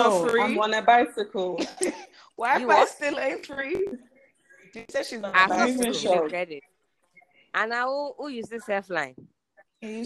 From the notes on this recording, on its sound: Recorded remotely so excuse and deviation from usual quality.